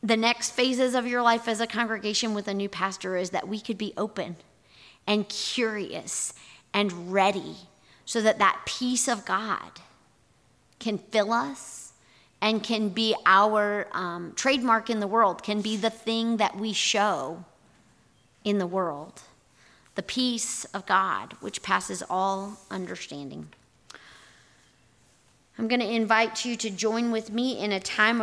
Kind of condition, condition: setting, large echoing room